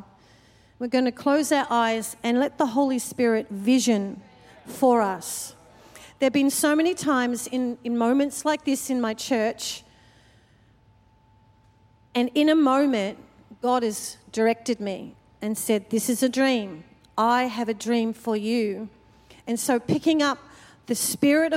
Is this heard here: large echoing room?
yes